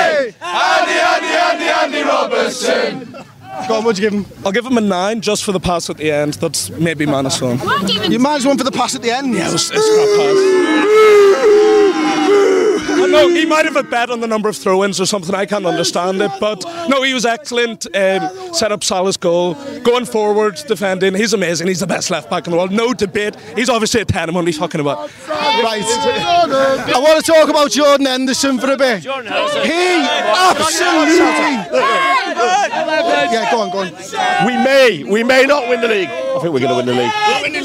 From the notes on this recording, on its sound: Join us outside Anfield as we react to Liverpool's 2-0 win over Sheffield United!